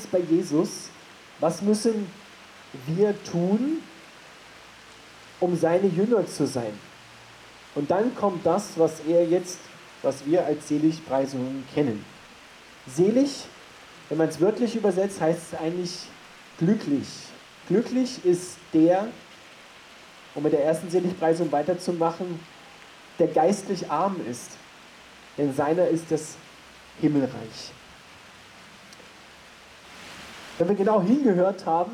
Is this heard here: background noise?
yes